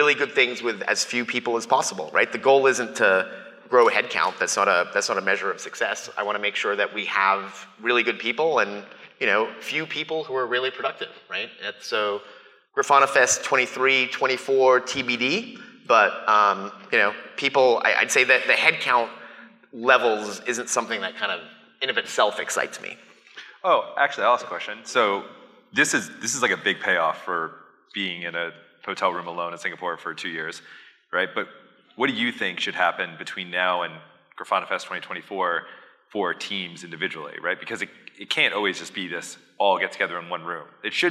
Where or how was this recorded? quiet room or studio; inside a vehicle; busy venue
busy venue